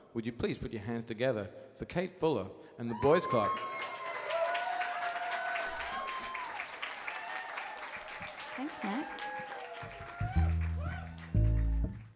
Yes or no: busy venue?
yes